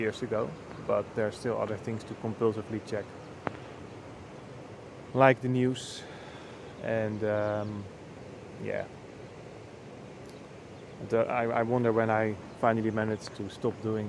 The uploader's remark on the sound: I recorded this one at the river, just after breakfast.